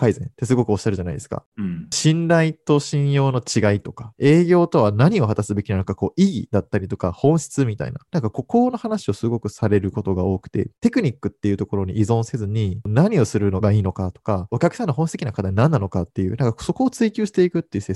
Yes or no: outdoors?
no